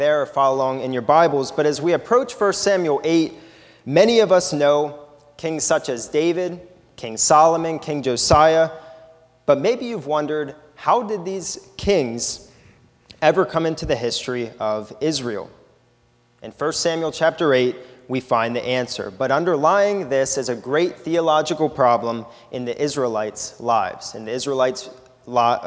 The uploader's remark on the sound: This is a sermon recorded at the Lebanon Bible Fellowship in Lebanon, PA on 7/29/2018 during the morning service